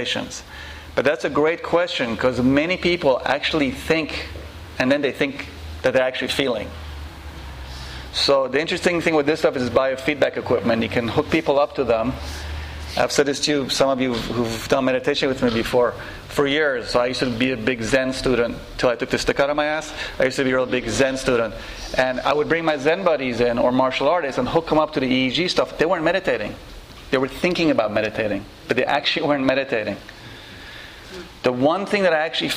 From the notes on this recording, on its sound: This lecture and Q&A session was recorded on February 6, 2012, at The Shala Yoga House in NYC.